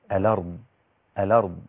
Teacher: أولا النقل في كلمة الأرض، وكلمة الأرض فيها حكم النقل، نقل حركة الهمز إلى الساكن قبلها فتصبح الأرض هكذا تسهيلا.